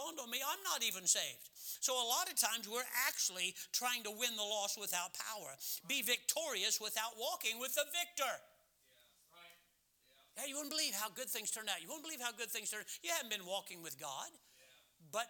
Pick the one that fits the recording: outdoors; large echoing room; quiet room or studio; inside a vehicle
large echoing room